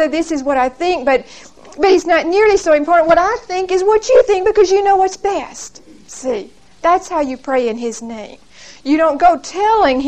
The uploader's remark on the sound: Recorded 12/2/1975 at Whitesburg Baptist Church.